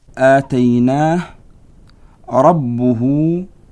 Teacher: أن الضمير في آتيناه لا يمد ولا يشبع، بينما المد والإشباع في هاء ربه يمد بمقدار حركتين كالمد الطبيعي · Term: مد الصلة الطويلة